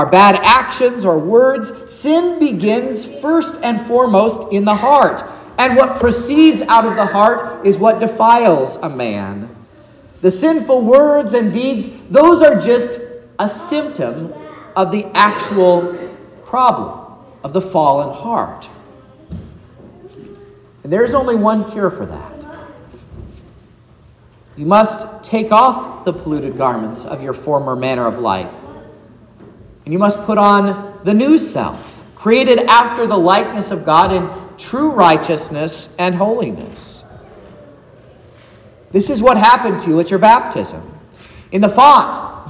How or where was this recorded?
large echoing room